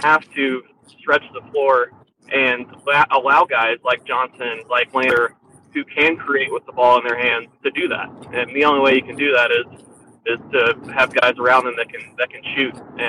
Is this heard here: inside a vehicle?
yes